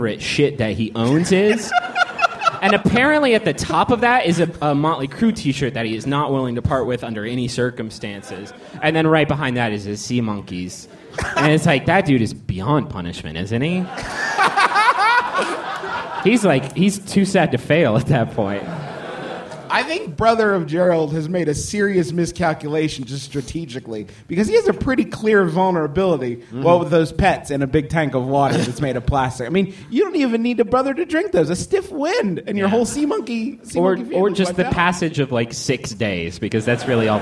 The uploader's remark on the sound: Live, from MaxFunCon